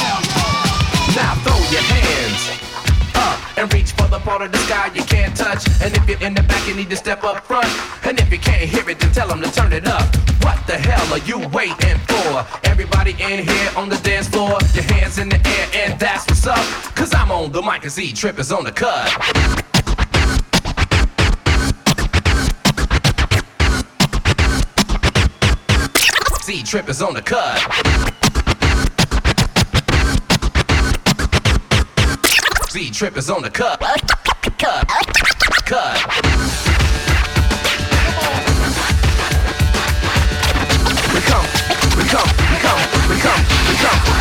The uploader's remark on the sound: Live at the Good Vibrations Festival Sydney 2010